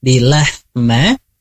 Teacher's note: Nah, untuk A, di lahma itu menggunakan tenggorokan yang bagian tengah